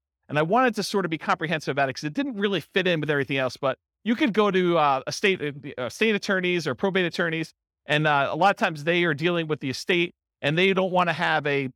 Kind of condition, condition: setting, live audience